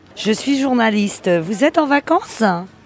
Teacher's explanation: she has a particular accent, which means that she almost stresses the last syllables of the words